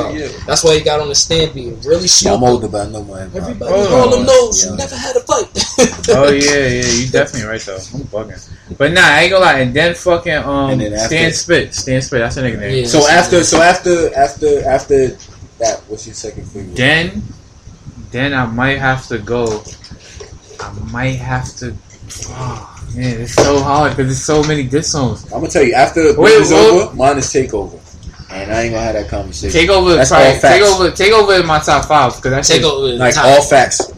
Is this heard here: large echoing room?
no